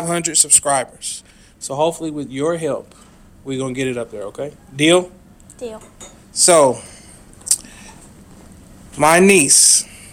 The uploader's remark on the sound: live from the middle of the ocean on the Carnival Freedom ship